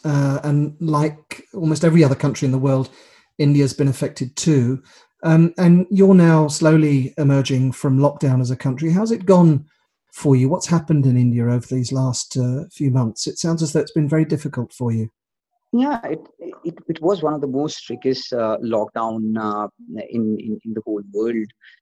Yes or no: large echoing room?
no